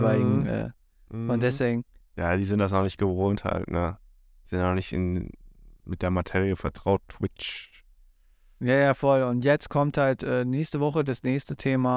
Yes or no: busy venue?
no